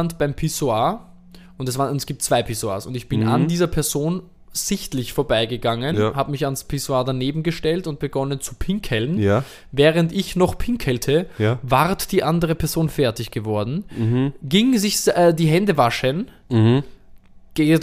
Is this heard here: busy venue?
no